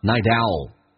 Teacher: night 跟 owl 可以有一个连音，把 t 浊化成 d